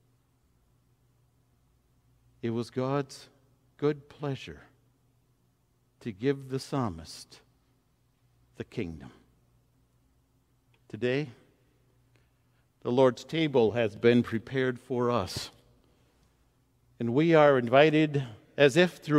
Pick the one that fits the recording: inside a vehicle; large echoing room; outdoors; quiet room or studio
large echoing room